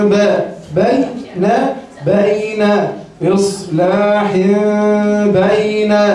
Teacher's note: تنوين بالكسر منقلب لميم مخفى عند الباء المفتوحة بغن حركتين · Term: الإقلاب